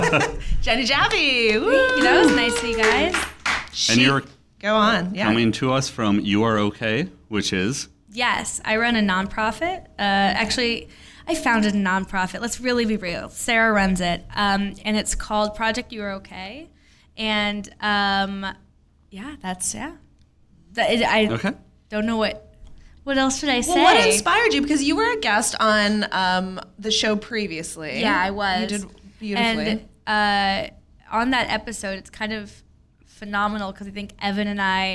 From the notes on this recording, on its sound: Live from Astoria Coffee. With a live show for Mental Health Awareness Week.